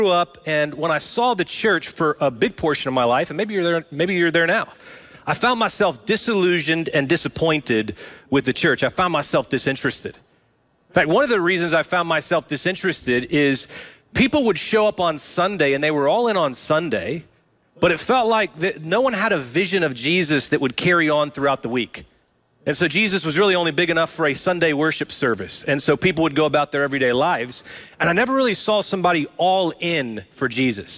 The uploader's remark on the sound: Recorded live at Brookwood Church on 10.01.23.